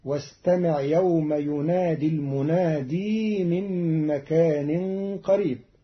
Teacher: قرأ قالون كلمة المنادي بإثبات ياء زائدة وصلا في كلمة المنادي